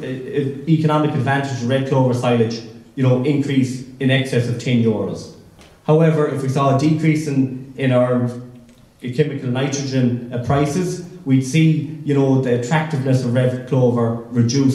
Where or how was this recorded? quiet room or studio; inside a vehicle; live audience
live audience